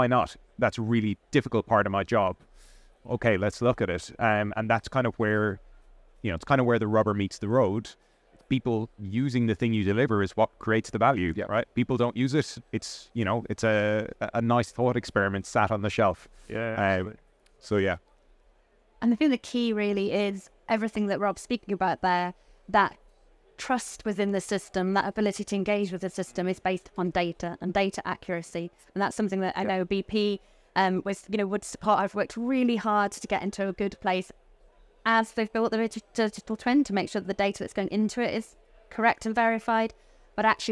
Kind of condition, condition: setting, busy venue